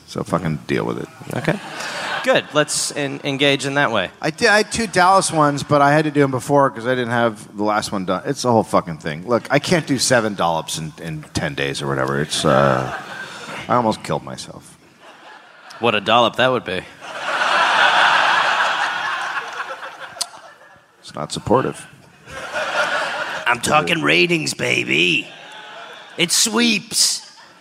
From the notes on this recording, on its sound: Recorded live in Dallas, Texas.